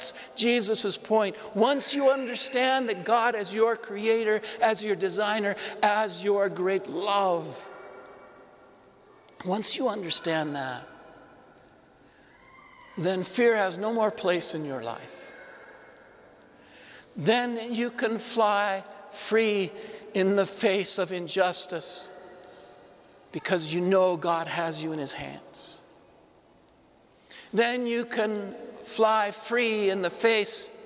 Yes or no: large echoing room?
yes